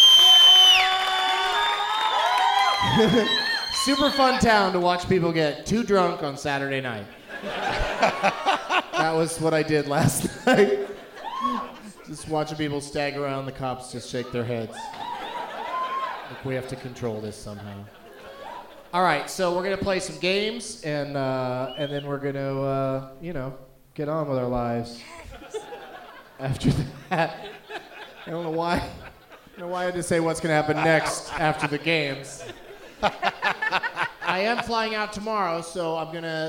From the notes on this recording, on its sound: Live from the Knitting Factory in Boise, ID